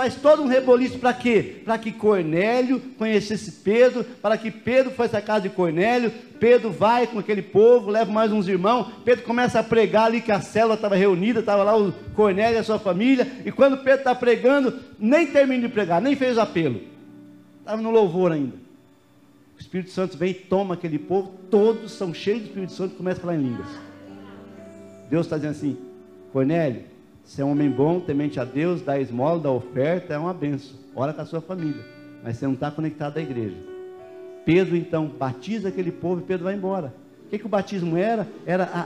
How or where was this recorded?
large echoing room